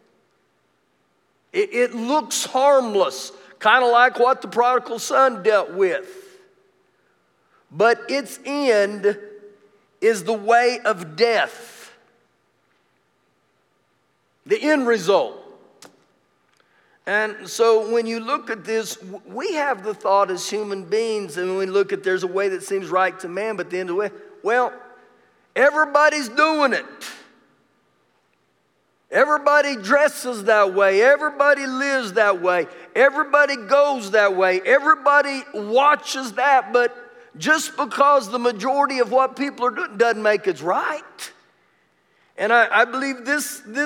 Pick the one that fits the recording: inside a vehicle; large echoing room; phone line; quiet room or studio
large echoing room